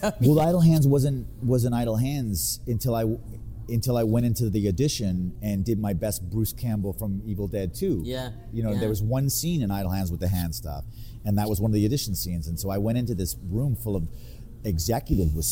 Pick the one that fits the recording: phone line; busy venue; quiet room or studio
busy venue